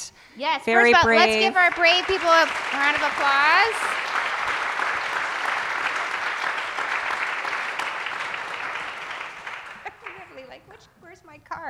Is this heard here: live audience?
yes